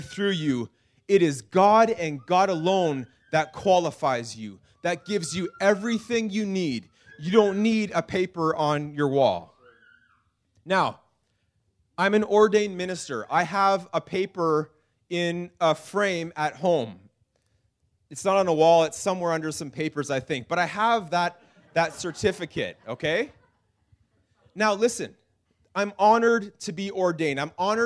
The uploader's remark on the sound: This message was preached in March 2019 at Freedom Life Church in Kitchener Ontario.